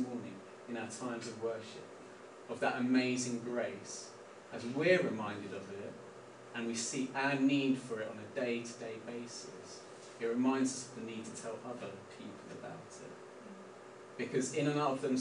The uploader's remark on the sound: We apologise for the poor audio quality of this recording. Please bare with us as we have moved location for the summer resulting in adjustments to our PA system.